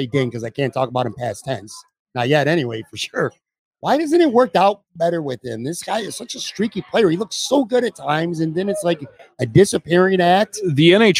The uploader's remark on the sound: LIVE From Imperial Series. A conversation taped live from Imperial Pizza in South Buffalo. Imperial Pizza (1035 Abbott).